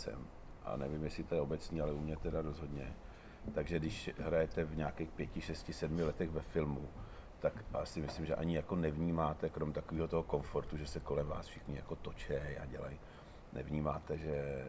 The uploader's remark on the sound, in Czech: Podcast byl nahrán na střeše Divadla Disk v rámci festivalového programu: Dopolední brunche s hosty.